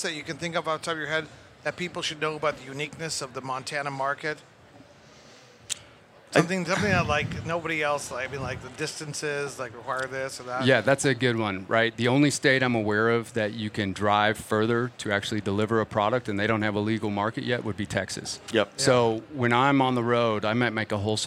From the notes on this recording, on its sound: Recorded at MJBizCon 2023